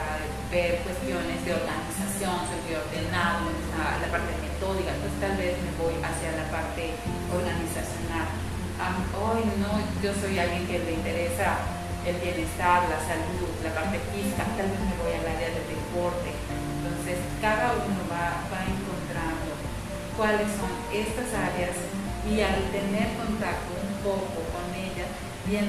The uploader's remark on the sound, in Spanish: Como es mi primer podcast tengo presente que quizás no es la mejor calidad en audio sumado a las condiciones actuales del distancia y mascarilla.